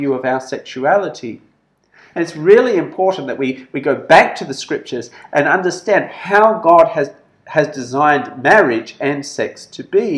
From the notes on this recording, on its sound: This sermon was preached at St George's Church, Penang on 20th October 2021.